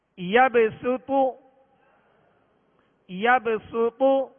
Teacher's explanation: यबसुतु, यबसुतु, फौ को पुर पढ़ेंगे और शुरू में सीन को बारीक करेंगे। यबसुतु, यबसुतु, पेश के लिए होंठों को कामिल गोल करेंगे।